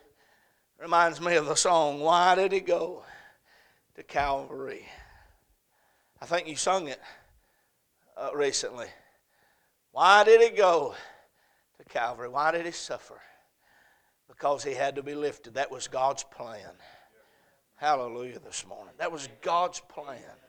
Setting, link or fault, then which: setting, large echoing room